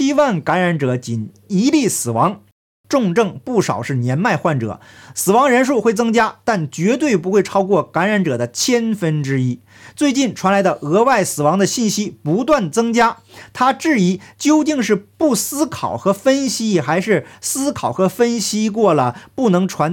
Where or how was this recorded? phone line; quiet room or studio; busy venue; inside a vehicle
quiet room or studio